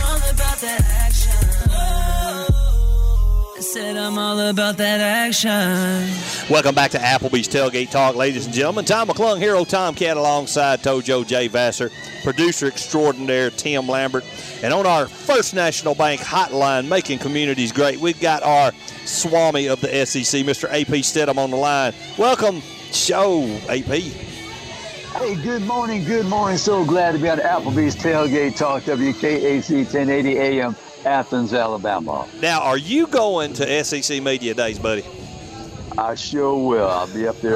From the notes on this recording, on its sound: Live at Mud Volleyball for a Cure